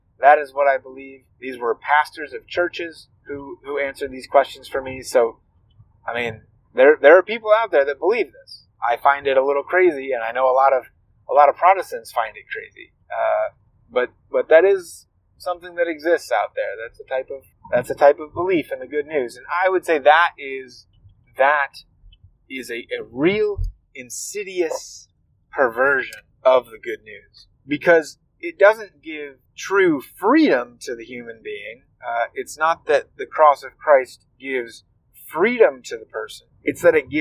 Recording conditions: inside a vehicle